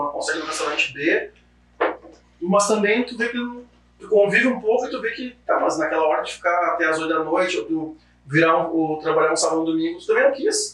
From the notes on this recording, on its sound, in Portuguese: Pedimos desculpas pela qualidade do áudio, mas tivemos um problema na captação.